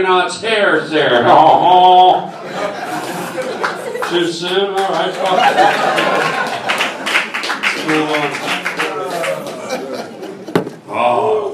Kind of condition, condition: setting, live audience